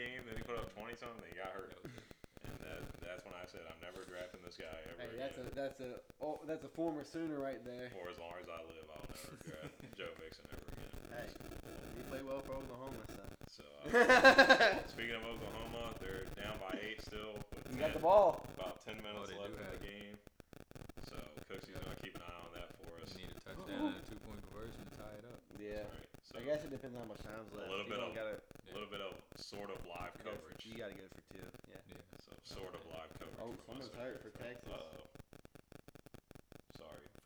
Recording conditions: poor sound quality